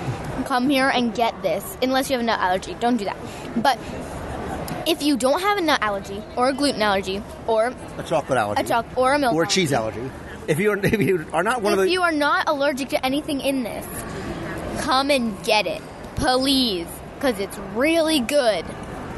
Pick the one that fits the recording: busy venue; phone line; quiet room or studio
busy venue